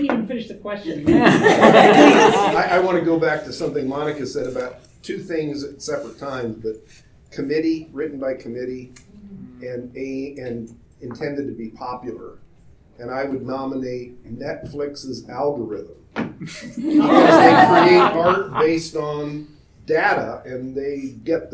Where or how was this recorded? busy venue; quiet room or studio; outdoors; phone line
busy venue